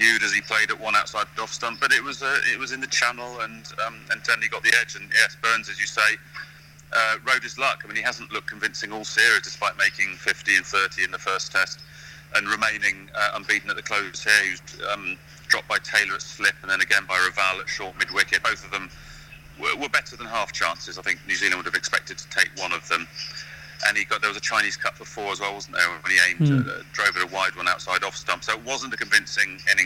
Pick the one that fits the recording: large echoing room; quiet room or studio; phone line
phone line